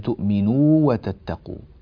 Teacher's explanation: يعني يمكنون للواو حتى لا تقصر وتختلس حركتها، يختلس زمنها فتقل مدتها ولا تكون صحيحة. · Term: مد التمكين